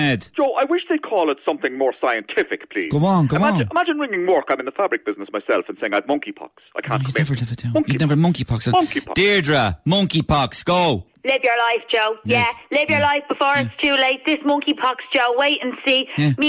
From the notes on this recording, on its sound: Listeners phoned in in their droves